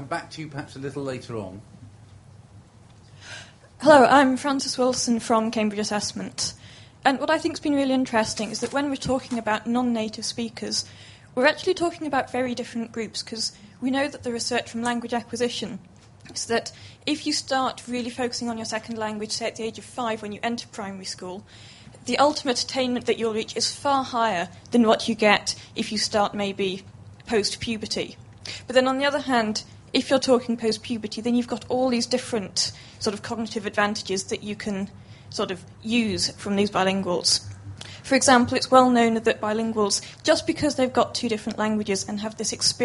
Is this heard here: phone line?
no